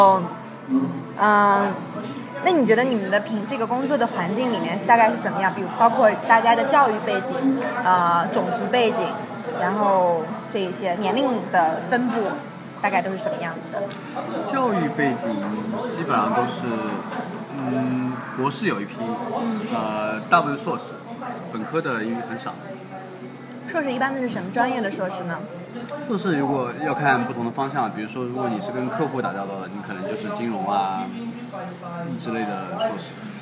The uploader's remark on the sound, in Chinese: 本期节目音质不太理想。在纽约的某个小酒吧里边吃边聊的。